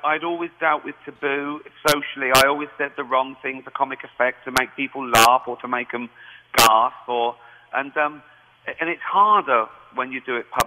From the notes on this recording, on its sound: on the phone with the big show during our interview